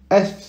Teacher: on met bien la langue entre les dents